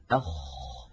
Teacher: الحلق فيه ثلاثة مخارج، أولها الهمزة والهاء، ثم العين والحاء، ثم الغين والخاء. فالخاء حرف حلقي يخرج من أدنى الحلق، يعني من أقرب منطقة من الحلق إلى ظاهر الشفتين